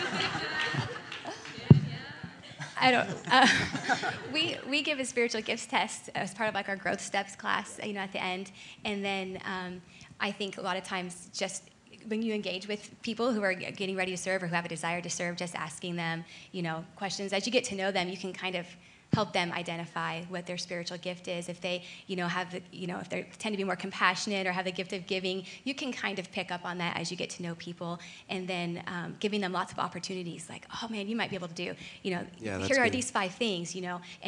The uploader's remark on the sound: Panel Discussion at Rock Hill Conference.